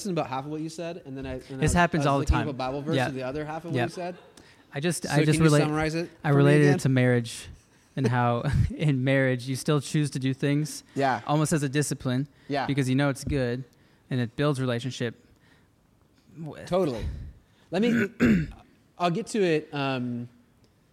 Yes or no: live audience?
yes